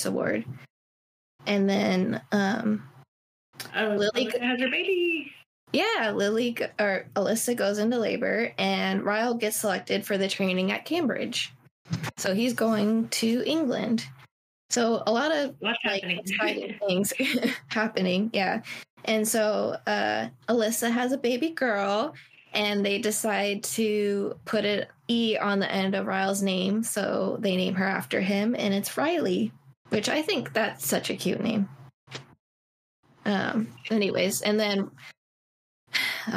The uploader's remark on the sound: We had some technical difficulties this week.